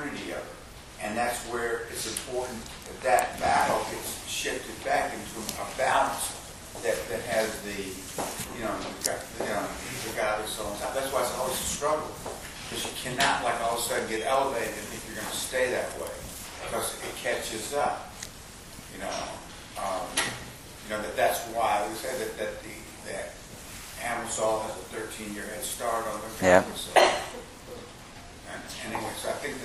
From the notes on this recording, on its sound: Recorded live in Atlanta on February 16, 2014